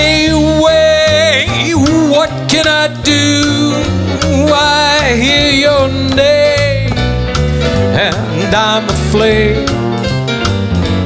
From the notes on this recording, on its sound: Live at the SouthPoint Casino